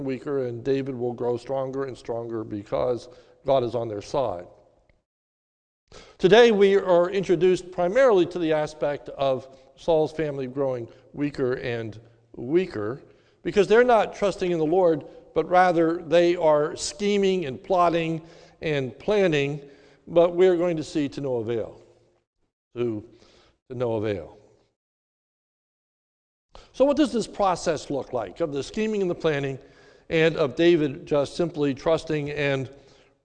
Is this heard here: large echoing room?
yes